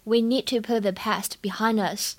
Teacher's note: 这个 put 和 the 放在一起的时候呢，这个 t 有不完全爆破的现象 · IPA: [pʊt] [ðə]